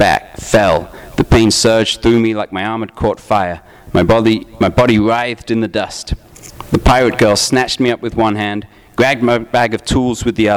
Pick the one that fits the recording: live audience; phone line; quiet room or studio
live audience